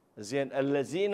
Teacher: بعض الإخوان الذال يلفظها زاي